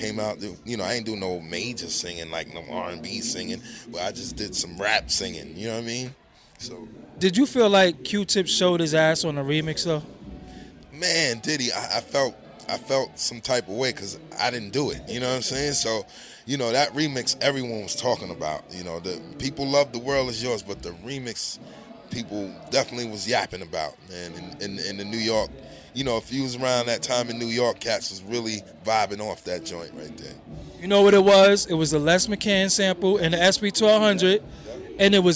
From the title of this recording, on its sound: Live From Brooklyn Bowl